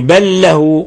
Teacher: بل له هذا إضغام متماثلين لأنه لام ساكنة في لام متحركة أضغمتها